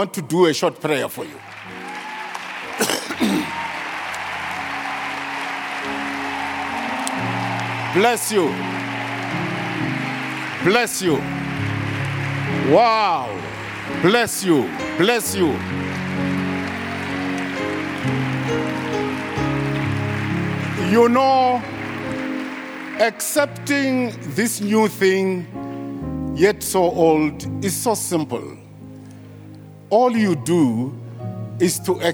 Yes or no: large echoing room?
yes